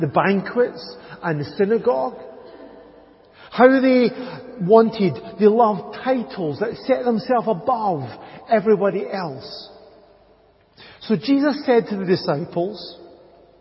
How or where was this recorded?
large echoing room